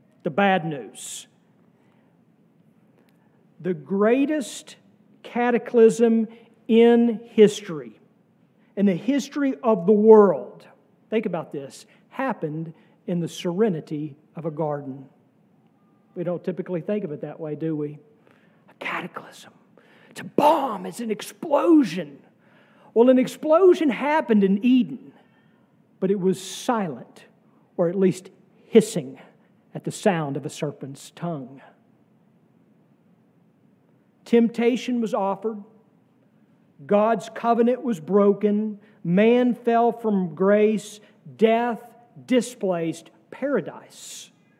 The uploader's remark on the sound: sermon from our worship service on May 14, 2023